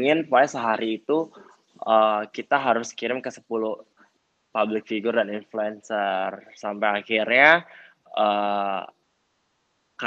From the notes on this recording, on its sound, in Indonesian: Clubhouse Session. Rekaman clubhouse sesi ke-10.